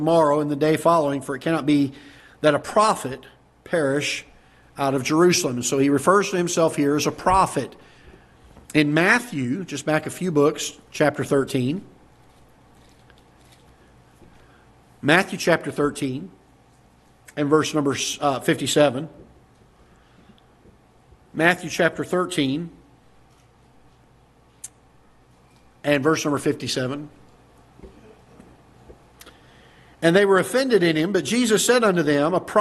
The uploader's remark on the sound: Ketha Heights Baptist Church ~ Live Broadcast